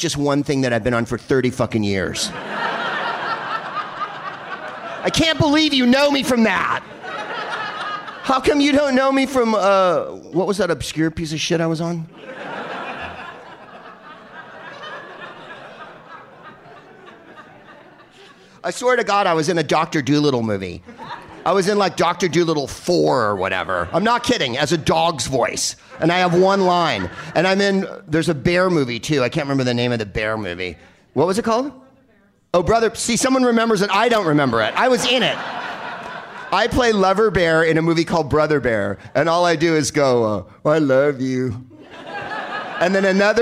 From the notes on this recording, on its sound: Live from Second City in Toronto as part of the Just For Laughs Festival